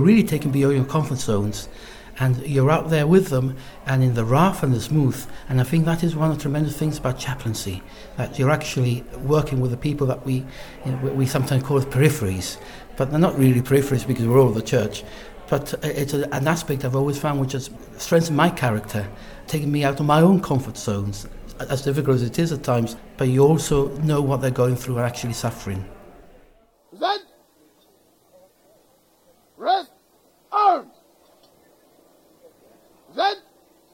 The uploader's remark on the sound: The contributors were recorded at the 60th International Military Pilgrimage to the Marian shrine of Lourdes in the foothills of the French Pyrenees.